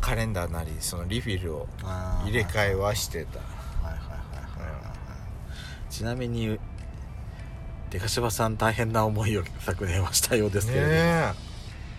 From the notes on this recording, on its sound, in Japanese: パーキング収録